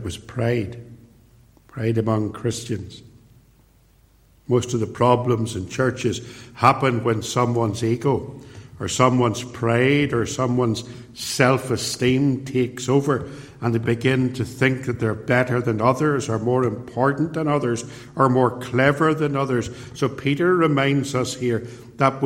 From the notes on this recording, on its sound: preached at Templepatrick Reformed Church